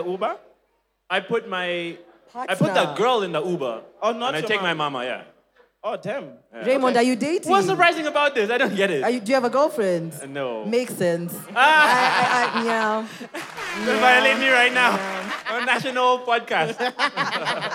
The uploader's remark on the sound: Cheque Mates hangout. The live audience recording.